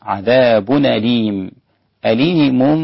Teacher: نقل حركة الهمزة إلى الساكن قبلها، وهذا يسمى النقل